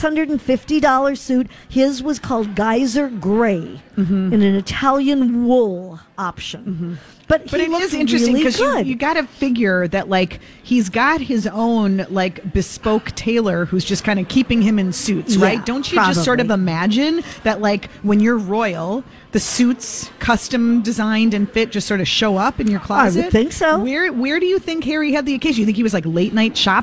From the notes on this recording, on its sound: Live at General Store of Minnetonka